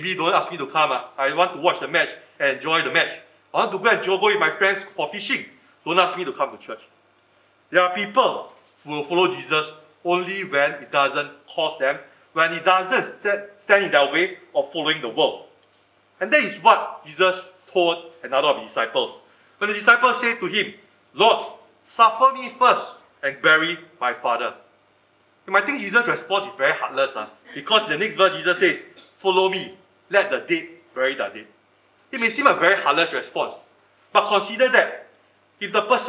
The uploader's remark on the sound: Recorded Live/Sermon